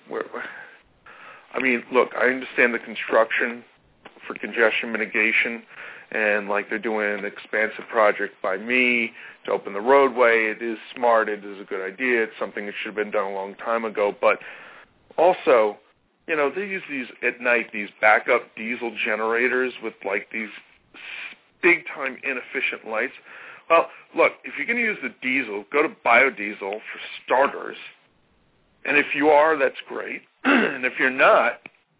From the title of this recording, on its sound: Takes Calls